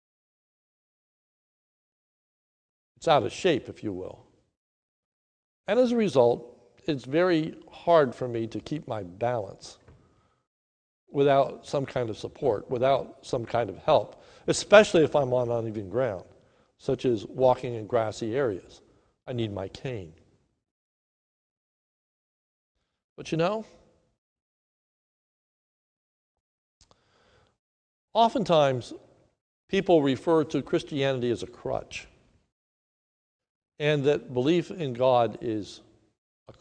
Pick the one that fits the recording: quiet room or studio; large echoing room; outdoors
large echoing room